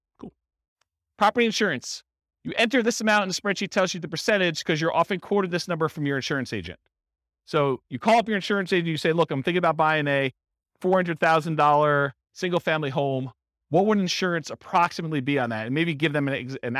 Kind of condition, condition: setting, live audience